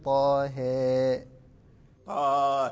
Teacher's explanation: لا، رواية غير ورش، قراءة غير ورش، لأن ورش ليس له إلا الإمالة الصغرى في جميع القرآن إلا في كلمة واحدة وهي في هاء طه. فورش من طريق أبي يعقوب الأزرق يميل الهاء من طه، إمالة كبرى. · إذا أميلت الفتحة إلى جهة الكسرة يمال معها الألف إلى جهة الياء